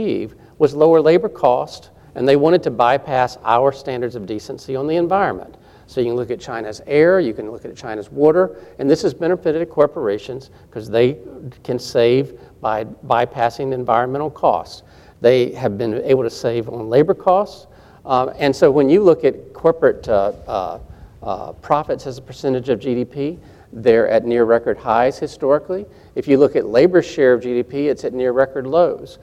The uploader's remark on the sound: This is a live recording of the American Democracy Project Town Hall Meeting. This event was recorded live Wednesday, October 27 on the campus of Georgia College.